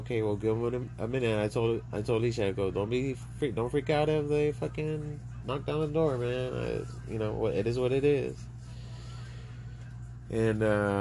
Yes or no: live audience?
no